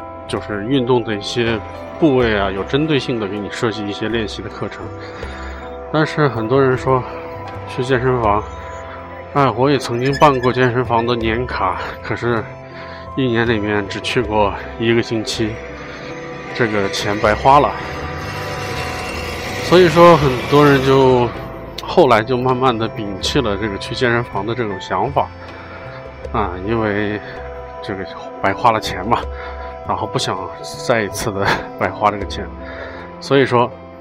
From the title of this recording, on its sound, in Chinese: 户外录音